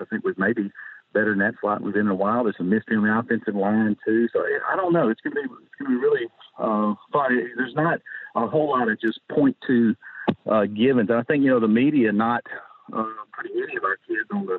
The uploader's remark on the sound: joins on the Modern Woodmen phone line